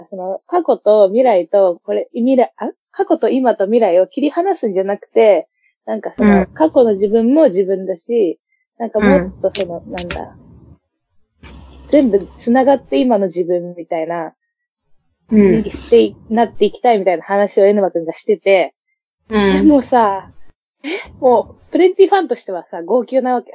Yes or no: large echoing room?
no